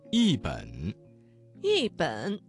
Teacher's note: 这个词当中的一字在三声之前变成了四声 · Term: 语流应变